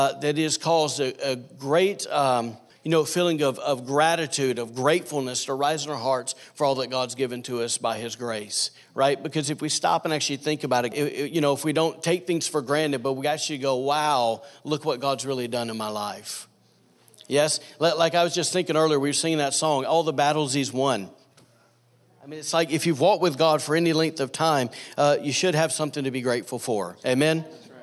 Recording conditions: live audience